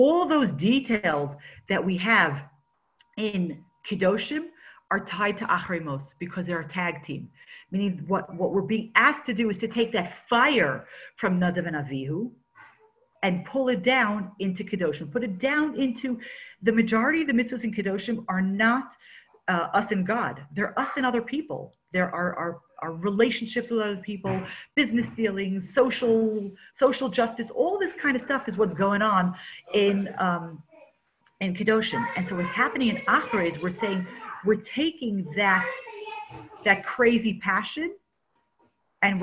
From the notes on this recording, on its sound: Zoom Class.